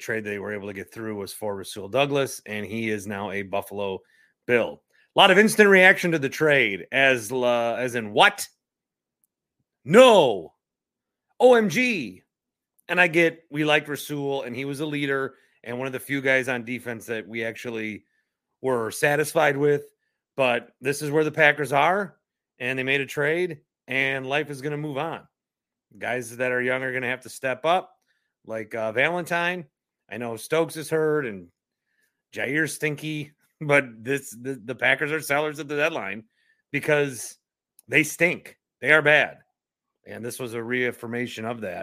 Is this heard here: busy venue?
no